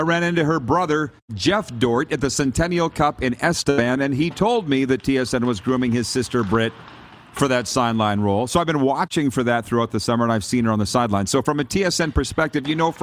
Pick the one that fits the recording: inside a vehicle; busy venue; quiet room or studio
busy venue